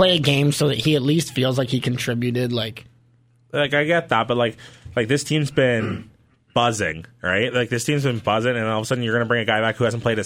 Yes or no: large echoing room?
no